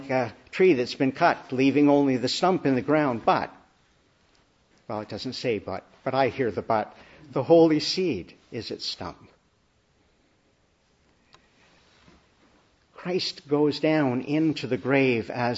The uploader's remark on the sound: Preached in the Annunciation of the Blessed Virgin Mary, Ottawa at the Easter Vigil.